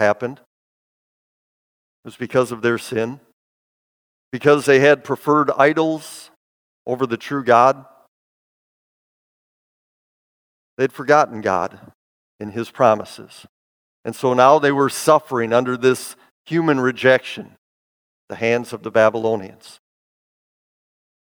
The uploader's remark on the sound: Bethany, Appleton, WI. Preached this sermon at Bethany's Sunday worship on April 3, 2022.